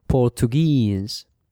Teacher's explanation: The stress, el acento, falls on the final syllable. O sea que la sílaba en S siempre es la acentuada.